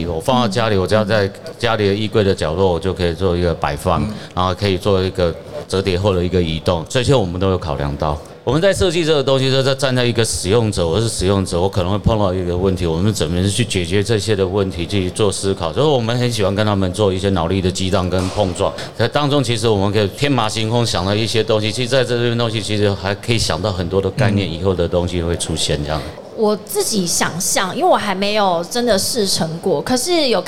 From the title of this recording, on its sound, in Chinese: 2022 Taipei Cycle台北國際自行車展-Live Podcast